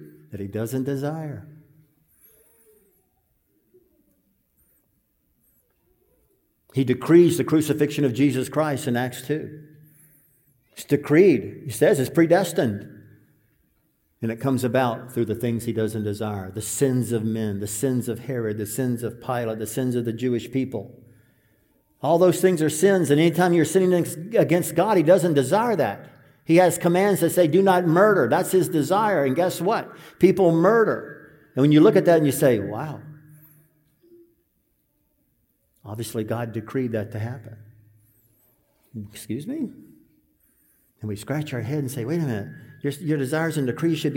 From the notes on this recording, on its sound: This sermon was preached at the 2023 Fellowship Conference